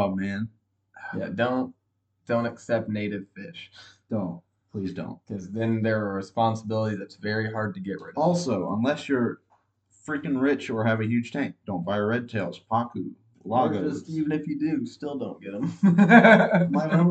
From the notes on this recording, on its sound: We apologize for audio quality, the new mics and headphones will arrive in the next week or so.